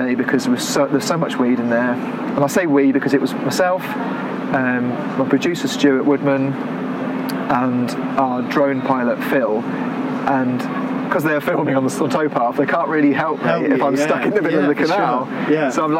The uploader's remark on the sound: Recorded outdoors at Gas Street Basin.